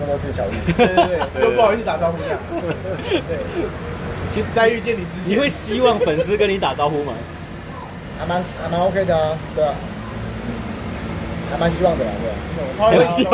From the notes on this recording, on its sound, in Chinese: 錄音地點：台南 牽咖啡